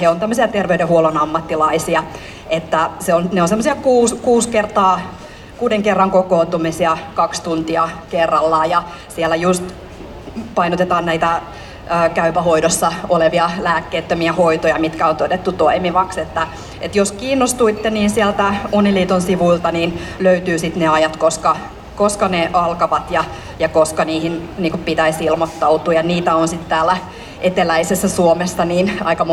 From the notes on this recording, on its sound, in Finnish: … Espan lavalla 27.7.2019. Helsingin Lähiradio 100,3MHz.